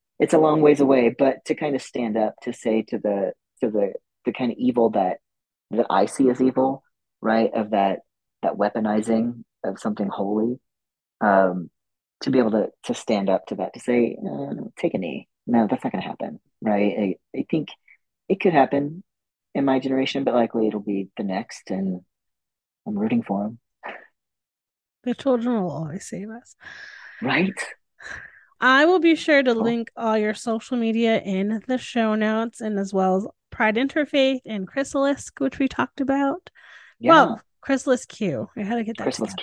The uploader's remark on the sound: This podcast was recorded via Zoom.